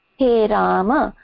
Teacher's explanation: When it's a masculine, the visarga goes and it's just He Rama.